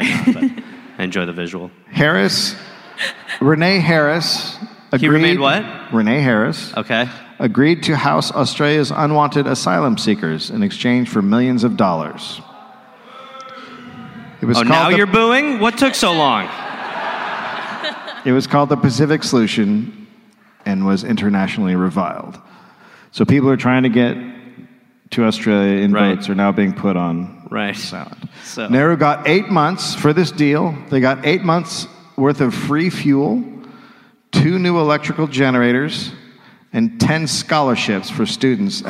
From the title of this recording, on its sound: Live in Adelaide